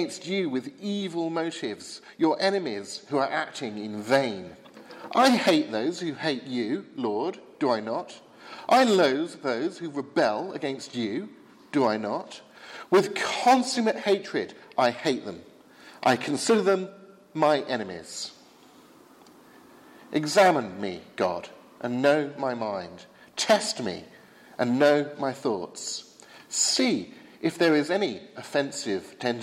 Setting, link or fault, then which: setting, large echoing room